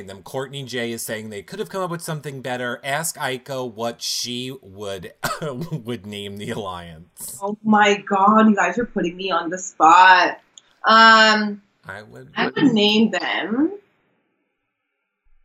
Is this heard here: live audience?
no